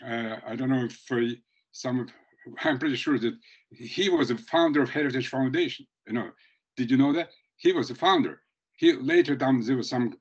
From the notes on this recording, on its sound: This recording is from our webinar which was held February 11.